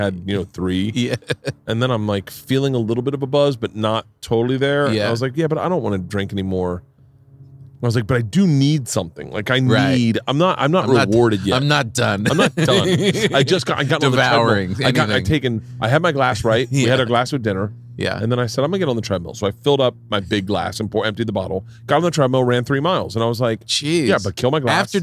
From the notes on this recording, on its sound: Today I sit down outside